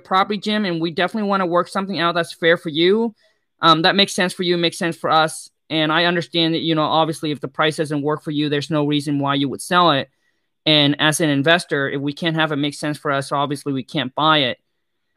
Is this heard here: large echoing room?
no